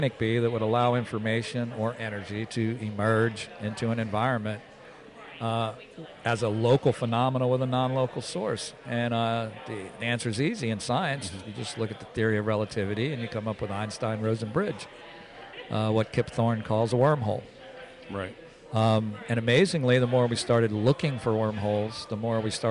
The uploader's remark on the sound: Live From The NJ Paraunity Expo